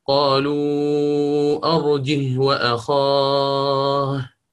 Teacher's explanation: نحن اتفقنا الآن أن يجب أن أنظر إلى ما بعد هاء الكناية ولا يهمني ما قبلها، أما ما بعدها فهنا متحرك، وهنا سيطبق الإمام ابن كثير مذهبه وينفرد الآن عن القراء، لأنه يهمز بين الجيم والهاء. الإمام حفص يقرأ أرجه، ونفس الشيء بالنسبة للإمام قالون وورش دون همز